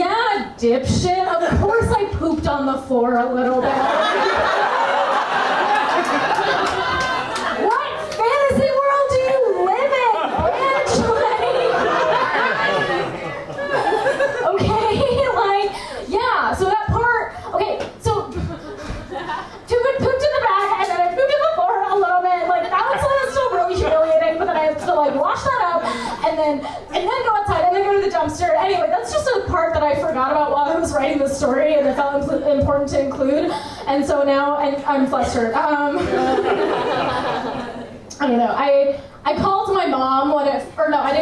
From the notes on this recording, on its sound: This week’s episode features two live stories.